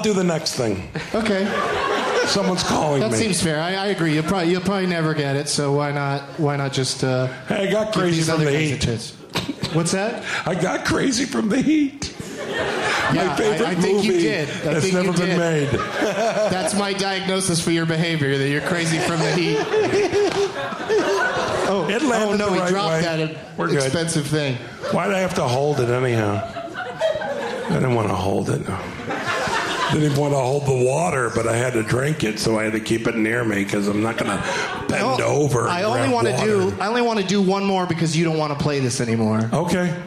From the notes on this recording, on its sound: Live from the Traverse City Film Festival